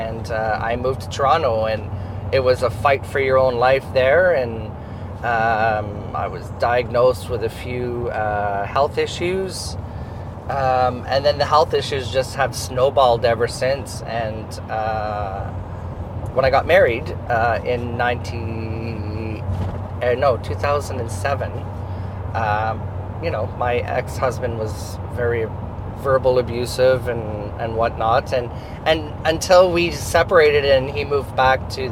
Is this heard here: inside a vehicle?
yes